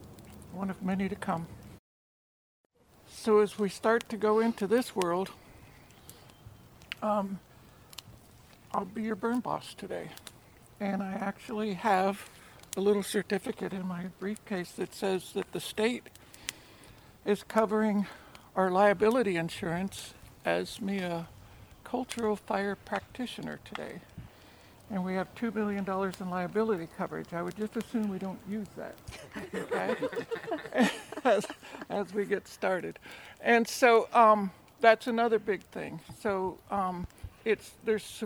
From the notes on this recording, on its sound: It features voices from the First Wailaki Cultural Burn in Southern Humboldt in 150 years, which happened at the So Hum Community Park. I was honored to be on site with the cultural burn crew, and my tape recorder.